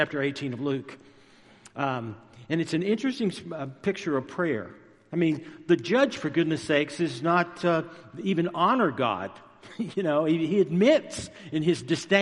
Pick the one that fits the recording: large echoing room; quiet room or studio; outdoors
large echoing room